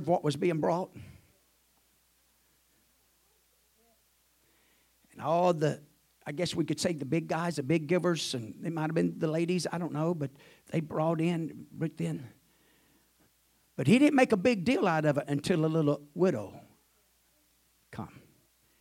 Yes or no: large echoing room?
yes